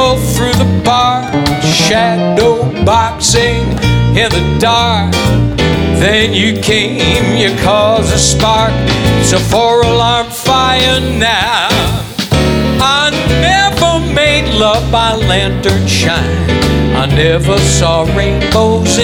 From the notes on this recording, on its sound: Live at the SouthPoint Casino